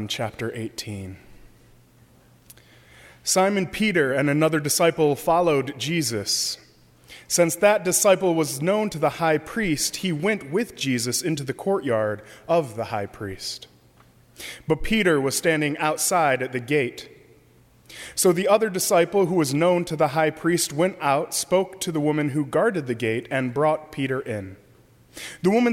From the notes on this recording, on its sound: during the 7:00 PM Good Friday service on Sunday March 30, 2018 at First Presbyterian Church of Arlington Heights, Illinois